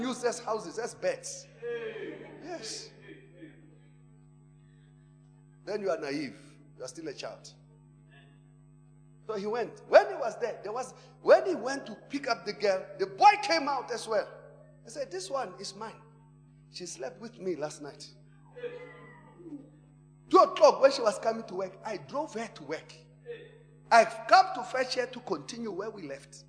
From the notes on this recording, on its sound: Preached at Emmanuel Christian Church, Arcadia Campus (Proton Church).